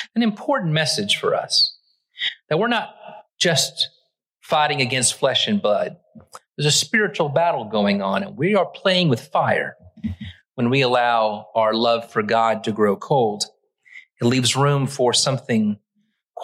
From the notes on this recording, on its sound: Originally preached at the West Side Church of Christ (Searcy, AR) on March 5, 2023.